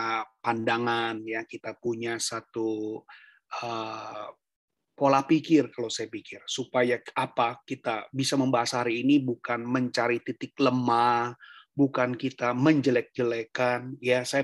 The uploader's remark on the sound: Audio Zoominar